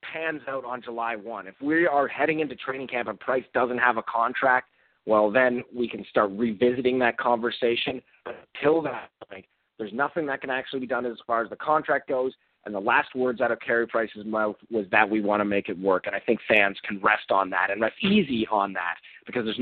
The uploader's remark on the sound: we take your phone calls